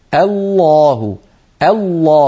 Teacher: لابد من أن ننطق الهمزة مرققة ثم نفخم اللام برشاقة